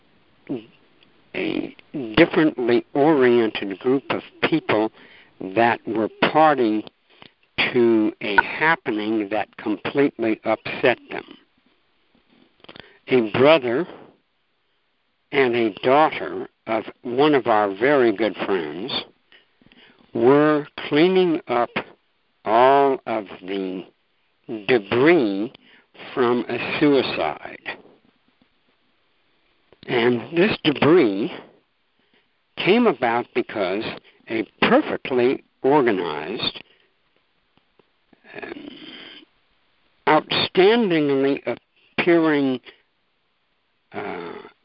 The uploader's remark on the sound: ACIM Saturday “Practical Application” Conference Call. On this call, the participants share the shifts in perception they have.